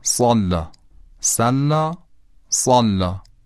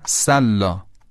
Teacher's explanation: هم سین صافیر داره هم صاد، یعنی هم سین سوت داره هم صاد. اون چیزی که تفاوت بین این دو رو ایجاد میکنه اینه که صاد درشت تلفظ میشه اما سین خیلی معمولی.